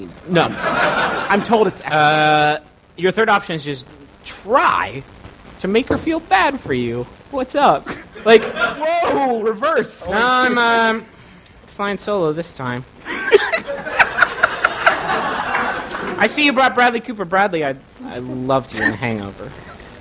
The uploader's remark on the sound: We took to the stage at the Cincinnati Shakespeare Company -- which is in Cincinnati, you might have guessed -- to do our second live show ever.